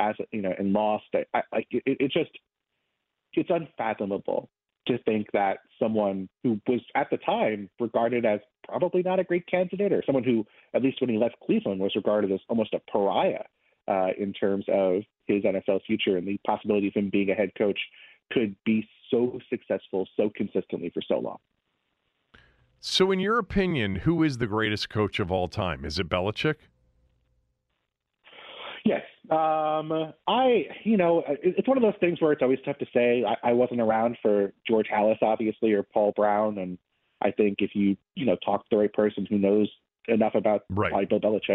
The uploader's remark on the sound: opens the phones and takes calls